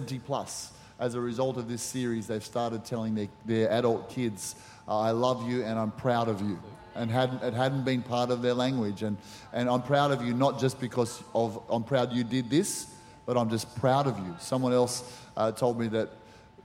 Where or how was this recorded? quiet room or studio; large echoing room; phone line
large echoing room